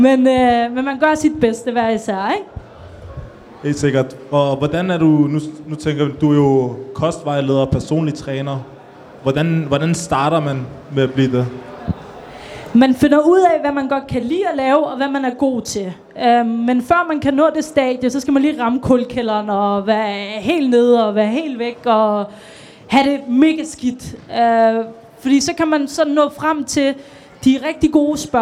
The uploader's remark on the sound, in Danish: Dette er en speciel episode som er optaget fra vores Ramdan Event, hvor vi lavede live interview Under Buen.